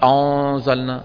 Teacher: النون هنا لا تفخم بعدها حرف مرقق